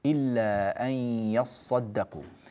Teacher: كذلك ننبه إلى تشديد الصاد في قوله تعالى يصدقوا، ولا نقول، لأن طبعا هذه الكلمة أصلها يتصدقوا، إلا أن يتصدقوا، هذا هو الأصل، والتاء أدغمت في الصاد فصارت يص بدل يتصدقوا